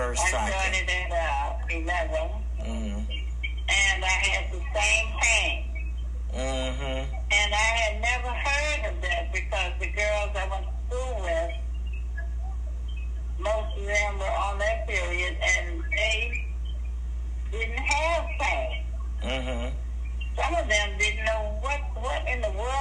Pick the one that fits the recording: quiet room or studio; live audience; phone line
phone line